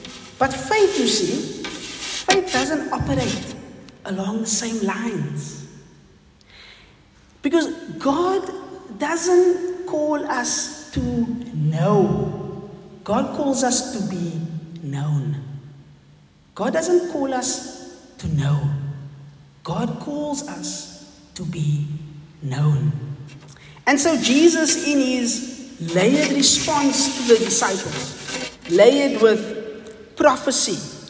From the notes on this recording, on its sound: Recorded on the 1st Sunday in Advent at St John's Wynberg.